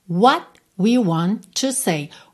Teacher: frequentemente, esses T's não aparecem. A gente acaba tendo só um encerramento do som.